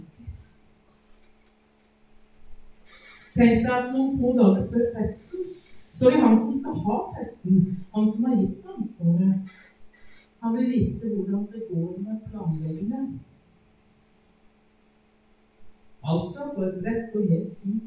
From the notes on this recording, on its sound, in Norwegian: Beklager, dårlig lydkvalitet.